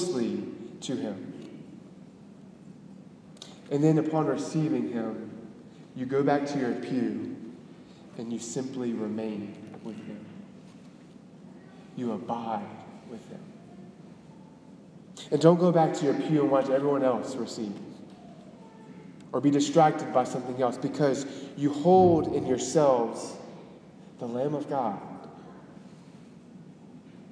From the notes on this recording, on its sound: Delivered on January 14, 2018 at the Cathedral of the Nativity of the Blessed Virgin Mary in Biloxi, MS